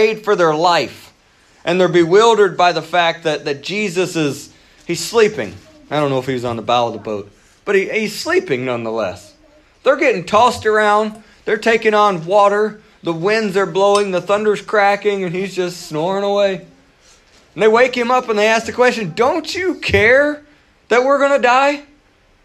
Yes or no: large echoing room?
yes